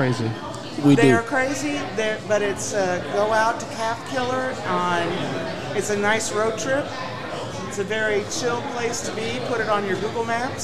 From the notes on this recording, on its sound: Today we are live at The Casual Pit.